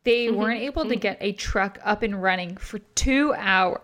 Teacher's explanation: The vocal fry is all over the fucking top.